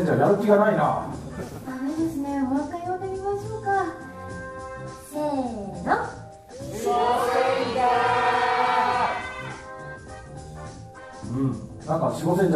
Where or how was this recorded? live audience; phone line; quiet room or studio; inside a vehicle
live audience